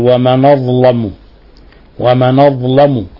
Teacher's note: نقل النون حركة الهمزة إلى النون، وأيضا فخم اللام لأن ورش يفخم اللام بعد هذه الحروف المفخمة كالضاء والطاء والصاد والضاد وغير ذلك.